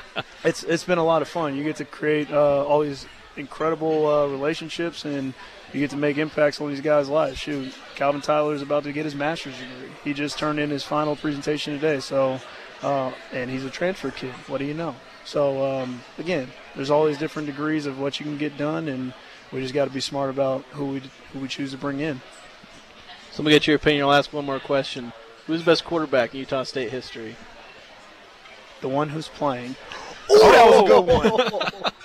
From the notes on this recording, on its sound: Broadcast live from Beehive Grill.